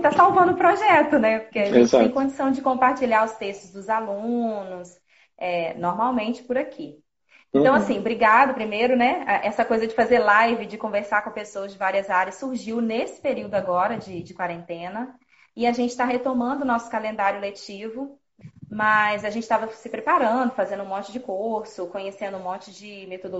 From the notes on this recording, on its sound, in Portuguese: numa live do instagram